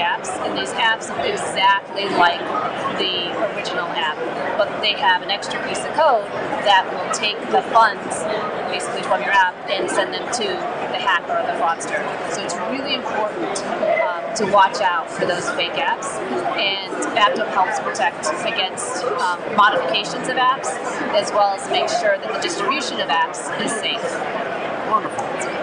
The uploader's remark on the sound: Black Hat Security Conference 2022. Live interviews from the presenters in Las Vegas.